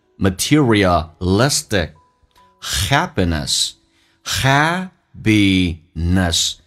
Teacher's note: 两个元音中间所加的辅音要被浊化，所以美式发音 P 要发成 B